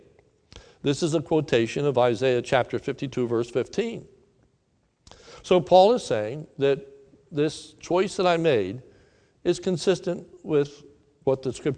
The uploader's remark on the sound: This is a sermon recorded live at the Lebanon Bible Fellowship Church in Lebanon, PA